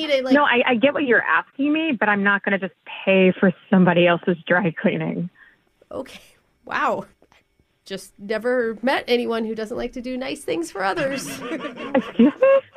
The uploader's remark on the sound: in today’s Phone Tap we’re calling a dry cleaning customer